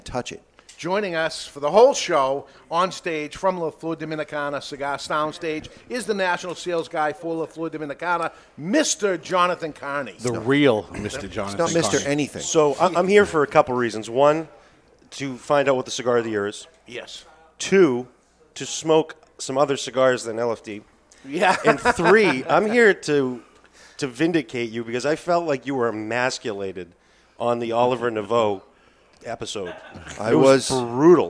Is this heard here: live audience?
yes